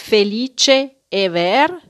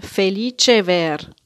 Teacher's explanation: die romanischen Silben enden mit einem Vokal und beginnen wieder mit einem Vokal und man zieht die dann so zusammen · Shown in: second take · also felice ver.